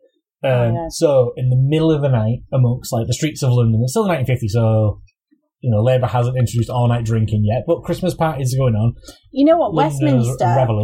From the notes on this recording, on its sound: Sorry about the sound this week - we had too many beers and the recording went wrong.